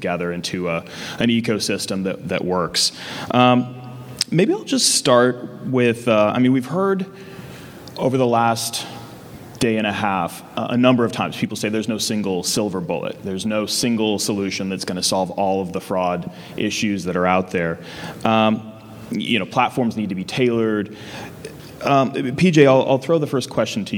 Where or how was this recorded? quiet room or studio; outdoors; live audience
live audience